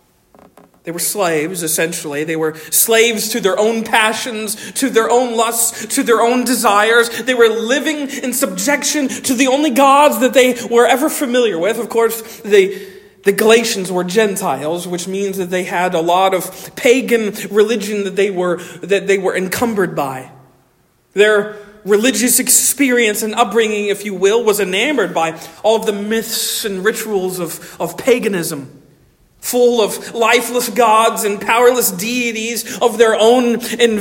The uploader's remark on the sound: Originally delivered on 14 January 2024 at Stonington Baptist Church, Paxinos, PA. At Stonington Baptist Church, Paxinos, PA.